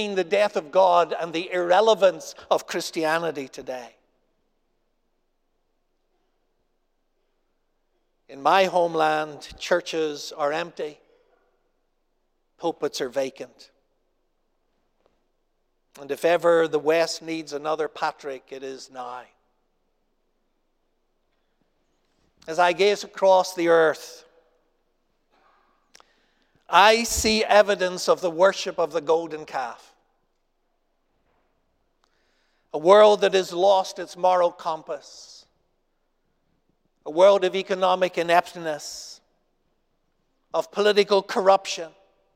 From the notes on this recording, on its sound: Asbury Seminary Kentucky Chapel, recorded on Thursday, April 27, 2023 at Asbury Theological Seminary's Kentucky campus